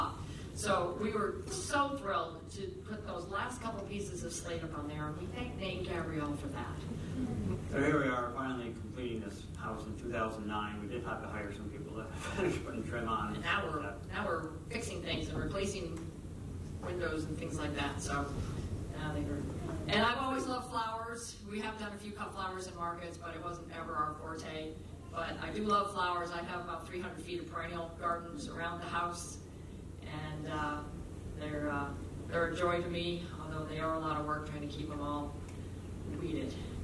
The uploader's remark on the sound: Keynote Address – MOFGA Farmer to Farmer Conference 2018. Keynote address recorded on November 5, 2018, Point Lookout, Northport, ME.